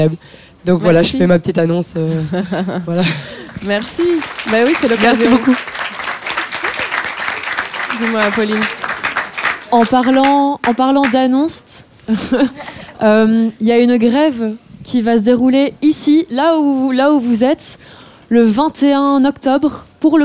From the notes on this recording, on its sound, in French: Cet épisode est un enregistrement live d'une conférence organisée et animée dans le cadre du Festival Maintenant! Cet épisode est un enregistrement live d'une conférence organisée et animée dans le cadre du Festival Maintenant! (Belgique), festival des initiatives de transition.